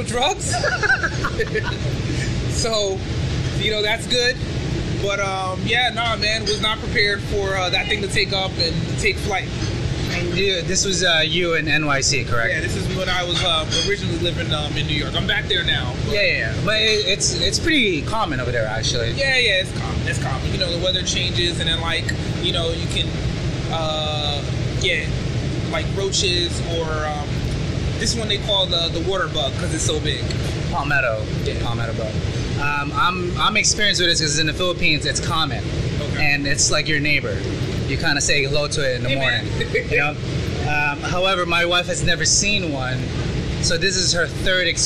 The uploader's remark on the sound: Live in the restaurant. Live on the line.